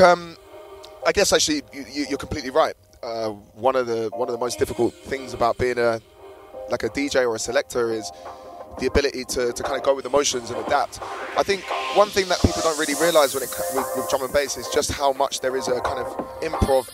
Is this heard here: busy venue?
yes